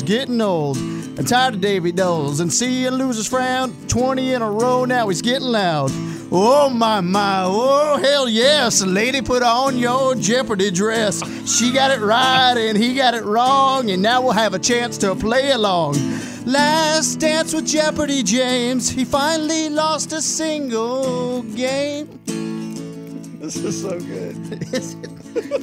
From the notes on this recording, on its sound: went outside for another sports campfire